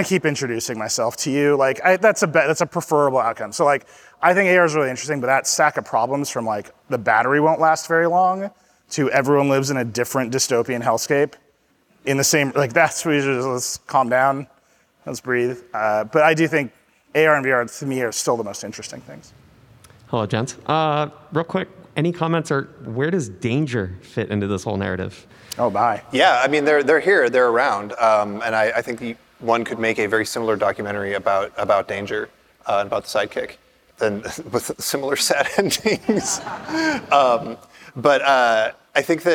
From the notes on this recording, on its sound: Live at On The Verge in New York City. Conduct at Q&A with the audience.